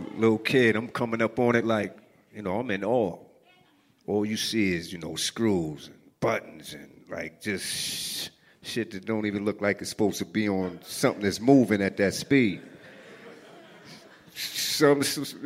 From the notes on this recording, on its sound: It was recorded at a WeWork space in Manhattan in front of a great crowd.